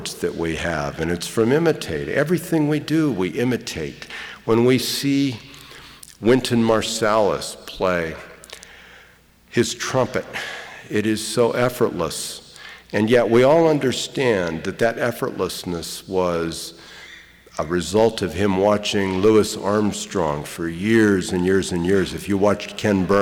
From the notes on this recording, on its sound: we bring you a lecture from the 2003/2004 season of Portland Arts & Lectures